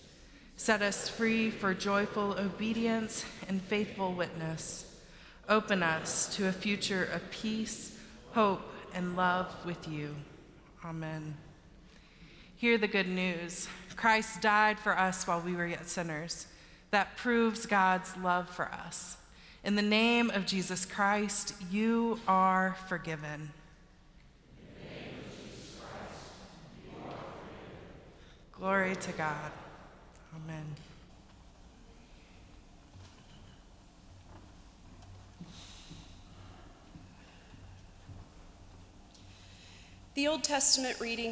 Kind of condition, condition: setting, large echoing room